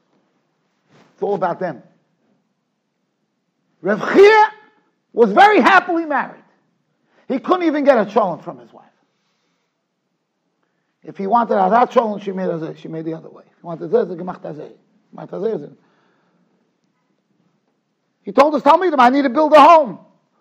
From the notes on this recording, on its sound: Shiur recorded in Yeshivas Ohr Reuven, Monsey, NY.